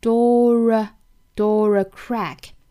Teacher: the door a crack, just open the door a crack.好 door 这个词我们来看英音的发法呢，应该是一个单元音 o。当单元音 o 后面遇到同样是元音音素的时候呢，需要加一个小小的 r 的这个辅音哈